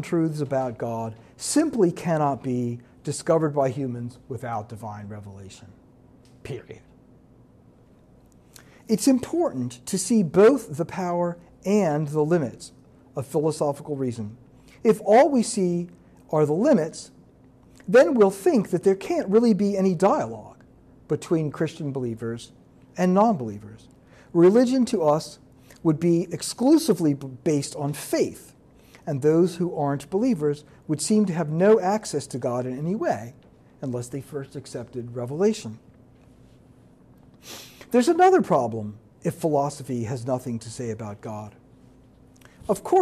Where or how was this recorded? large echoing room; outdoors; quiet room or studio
large echoing room